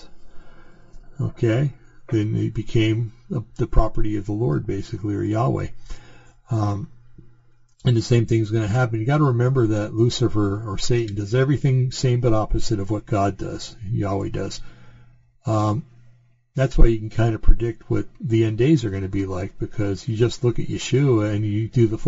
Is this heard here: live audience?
no